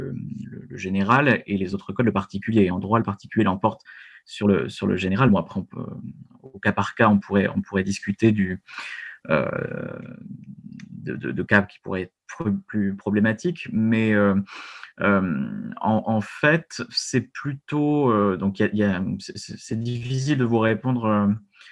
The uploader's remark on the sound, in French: Discussion Enregistré sur Zoom